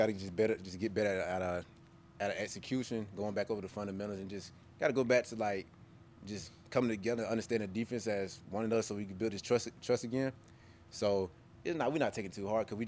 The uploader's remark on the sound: Press Conference